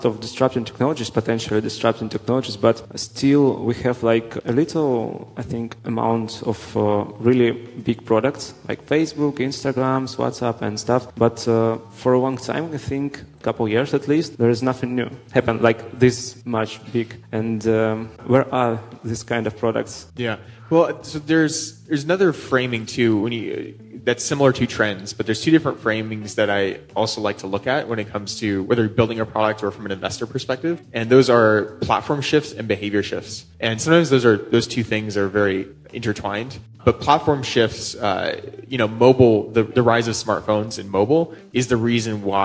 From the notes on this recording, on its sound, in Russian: Интервью прошло на сцене ProductSense, 8 ноября 2018 года, в Минске.